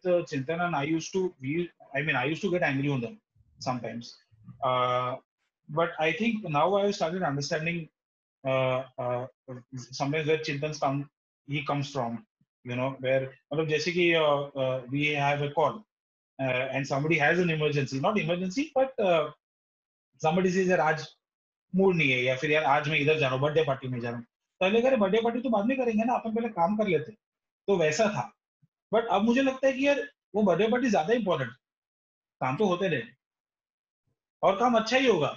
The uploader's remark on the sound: This is the audio part of a video chat.